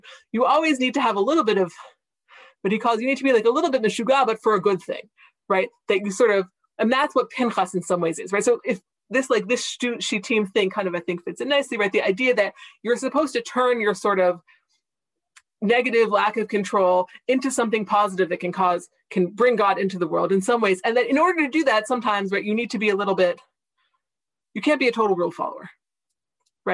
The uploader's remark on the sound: This audio was originally captured from Zoom. As part of Drisha's Spring Zman.